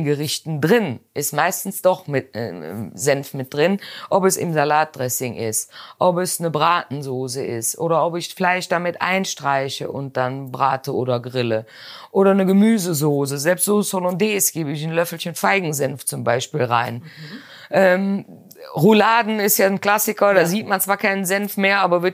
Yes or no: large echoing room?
no